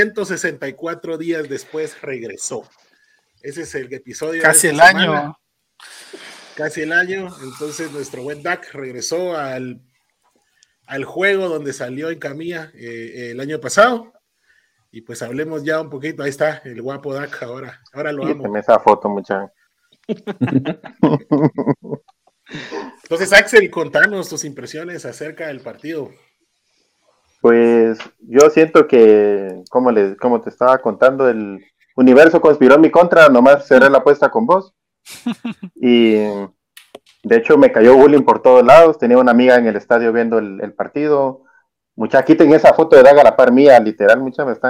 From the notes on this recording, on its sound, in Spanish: Las disculpas del caso por cualquier inconveniente en el audio, este es un programa que se trasmite en vivo via Facebook y YouTube